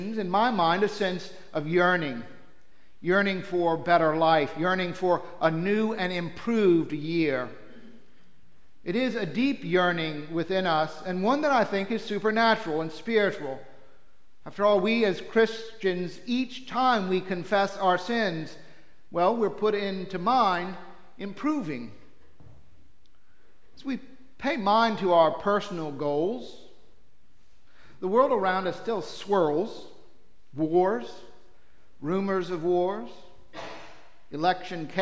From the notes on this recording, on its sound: Preached for Trinity-by-the-Cove